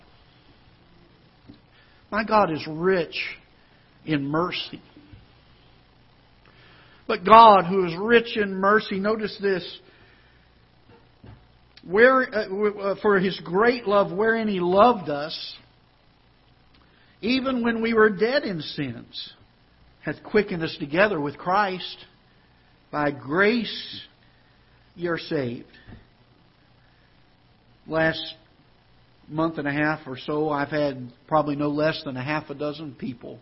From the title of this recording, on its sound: Ketha Heights Baptist Church ~ Live Broadcast